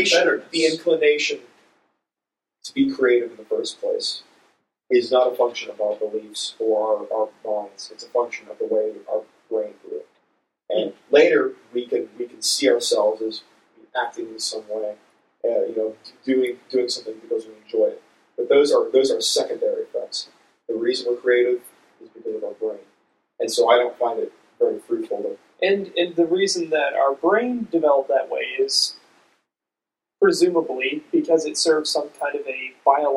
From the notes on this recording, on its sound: Apologies about the awfuller-than-usual sound quality. We tried to use a bunch of different.